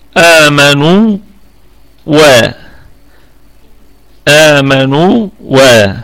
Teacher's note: النون مضمومة وبعدها حرف مد وهو الواو، فتكون آمنوا، ونطيل الصوت بضمة النون فنصلها بالواو وتصير مدا طبيعيا وقفا وأيضا وصلا. آمنوا و، آمنوا و دون إدغام، فيبقى عندنا فيها المد الطبيعي، وجه واحد بالمد الطبيعي.